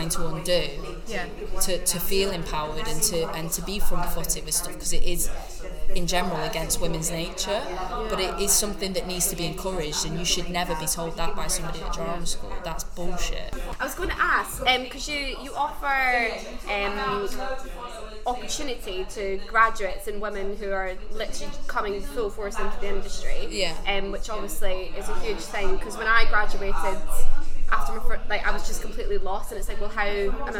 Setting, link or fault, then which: fault, background noise